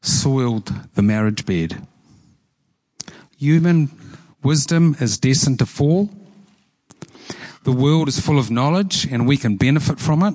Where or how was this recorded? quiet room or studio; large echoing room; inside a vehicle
large echoing room